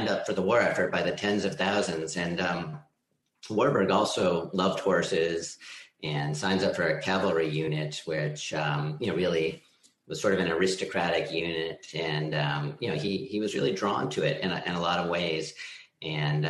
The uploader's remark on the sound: This program was recorded via video conference on June 1st, 2021 by the Commonwealth Club of California